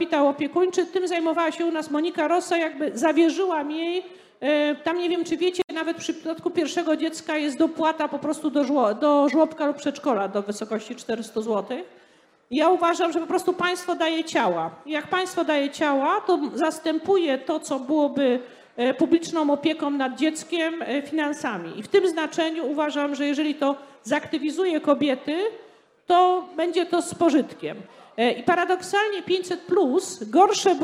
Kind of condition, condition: setting, live audience